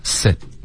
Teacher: sit 的干脆的停顿没听见，你要在最后顶舌尖